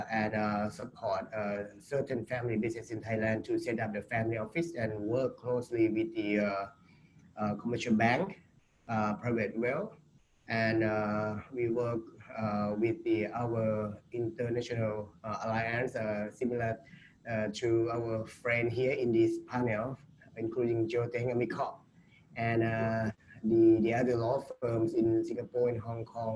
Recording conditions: video call